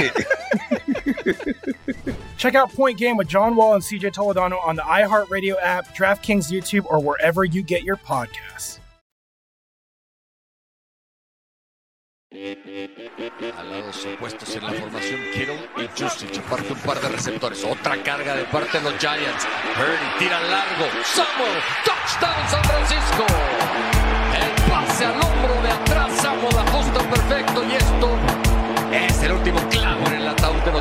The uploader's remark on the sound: live from the podcast lounge!